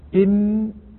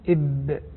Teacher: بنلاحظ إم من باطن الشفتين بين إب من ظاهر الشفتين، فتكون الباء مستوعبة للشفتين أكثر من استيعاب الميم لهما، والله أعلم.